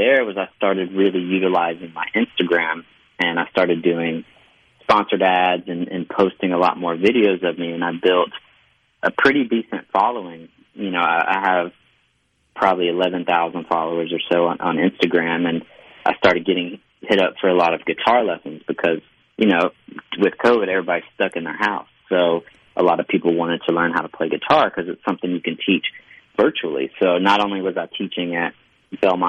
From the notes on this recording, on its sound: joins the conversation by phone